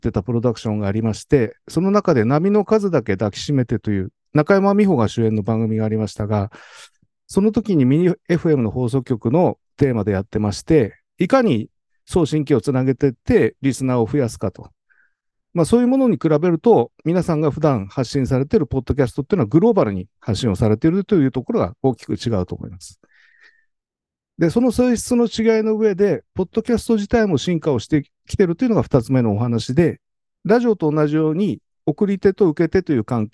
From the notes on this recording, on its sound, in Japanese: 10月12日夜にZoomで開催された第1回LISTENトークの第一部。想像していたよりもたくさんの方にご参加いただくことができ。